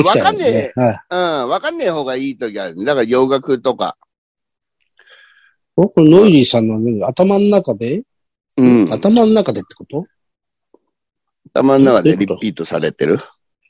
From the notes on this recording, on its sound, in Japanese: ZOOMで収録